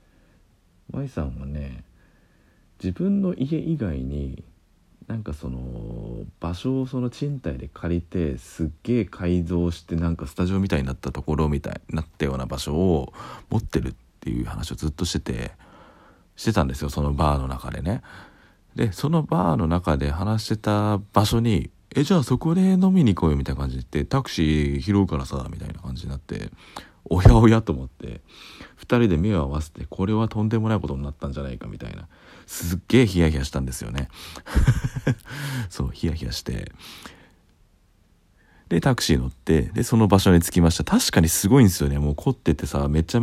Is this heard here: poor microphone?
no